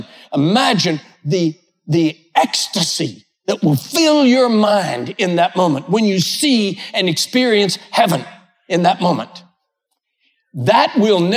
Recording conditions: large echoing room